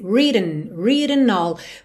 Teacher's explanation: É como se você quisesse mesmo ir direto do T pro N.